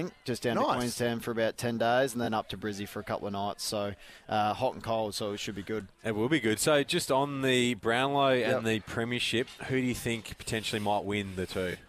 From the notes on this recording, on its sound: live from the grand opening of Tool Kit Depot Seaford